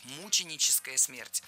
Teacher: Ударение здесь должно падать на первый слог